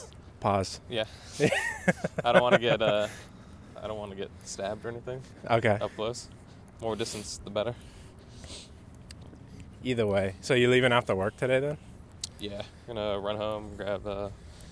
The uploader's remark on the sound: test out recording out on the street